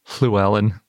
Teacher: It's when it's called a lateral fricative. The lateral part means the air goes around the sides of your tongue. And fricative means that the sound comes from friction.